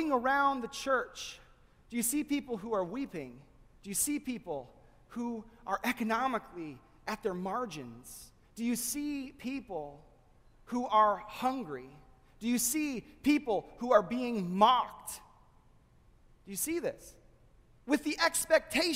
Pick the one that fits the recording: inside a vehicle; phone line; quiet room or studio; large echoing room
large echoing room